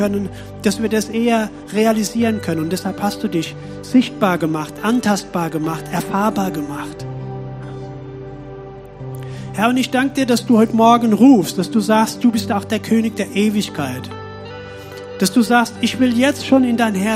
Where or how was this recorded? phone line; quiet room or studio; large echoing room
large echoing room